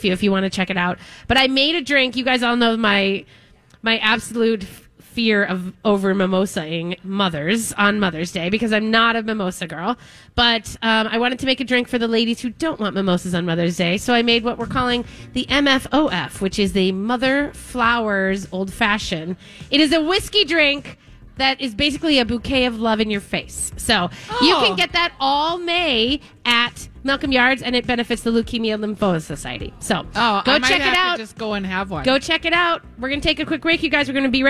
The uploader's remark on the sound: Live at Potluck! Broadcast live from Potluck at the Rosedale Mall!